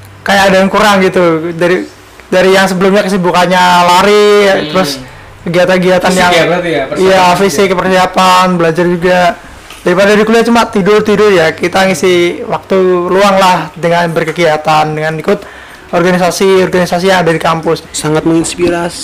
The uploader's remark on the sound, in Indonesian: (Maaf audio agak cliping/pecah)